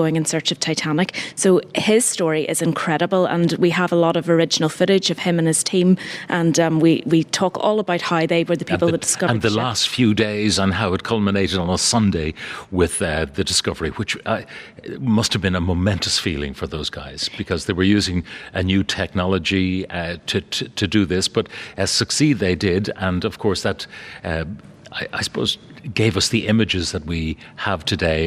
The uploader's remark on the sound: broadcast live from Titanic Belfast